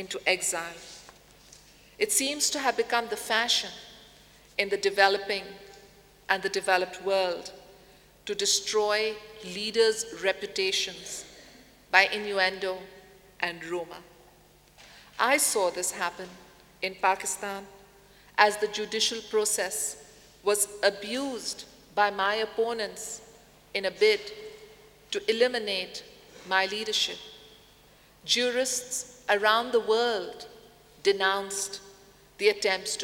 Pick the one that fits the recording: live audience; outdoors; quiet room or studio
live audience